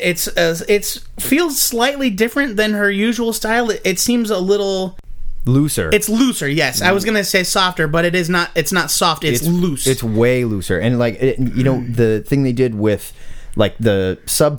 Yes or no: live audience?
no